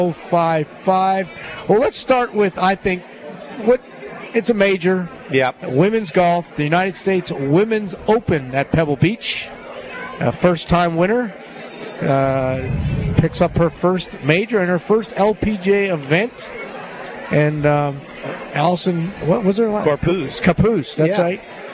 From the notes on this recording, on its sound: LIVE From Felix's Fish Camp!